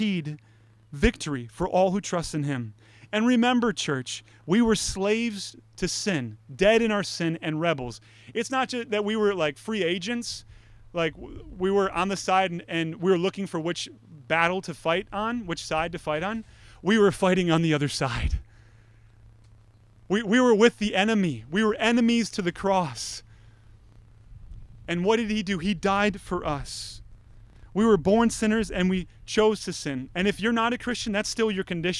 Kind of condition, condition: setting, large echoing room